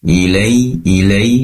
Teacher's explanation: ada ya sukun yang didahului oleh fathah, tentunya layin, dibaca lunak. Ilai, ilai, dan ya sukun semacam ini mengandung i.